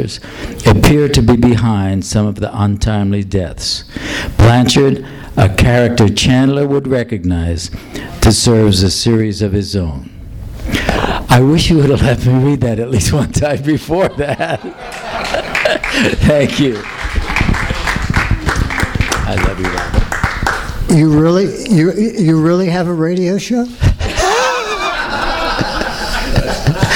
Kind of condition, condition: setting, live audience